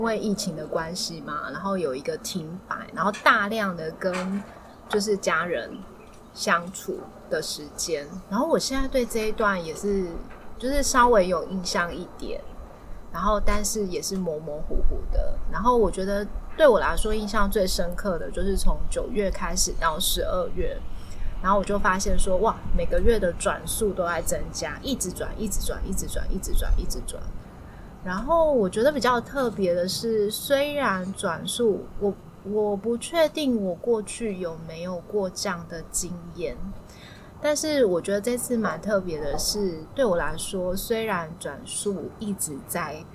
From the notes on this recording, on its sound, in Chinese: 是我們第一次在戶外錄音。很多的環境音：鳥鳴聲、隔壁桌講話、工程噪音什麼的都被錄進來了。但也因為這樣，是現場感十足的一集，雖然有些噪音，但人在view很好的戶外，邊泡茶邊錄podcast，非常流動，。